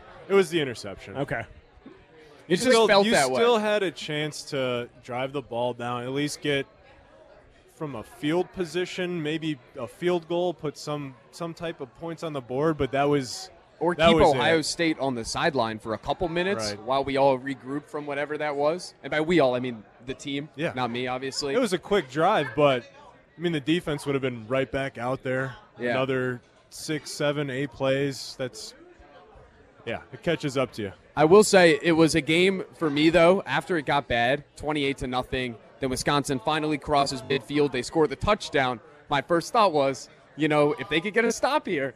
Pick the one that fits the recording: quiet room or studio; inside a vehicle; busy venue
busy venue